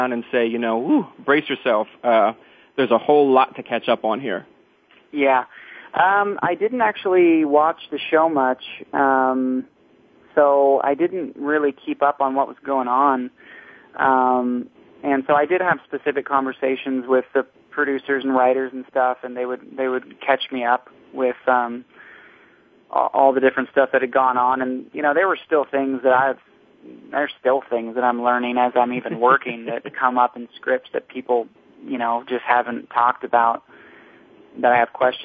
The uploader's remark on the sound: Drops by Soap Central Live. And, as always, fans call in with questions of their own.